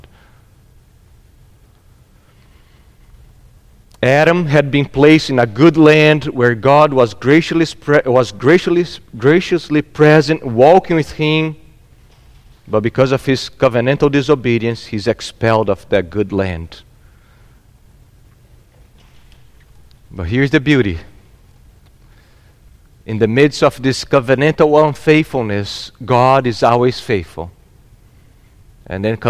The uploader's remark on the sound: at Gracious Cross Reformed Church Salem on Sunday, December 19th, 2021